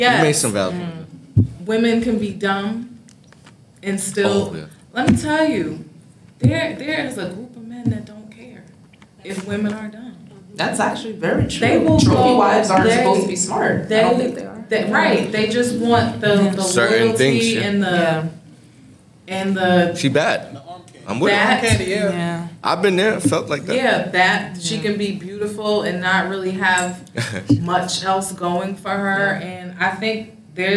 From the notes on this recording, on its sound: AMEC: Live in Hartford. The Lounge is live in Hartford, Connecticut at the AMEC! Big thanks to our awesome audience for their participation in this special episode.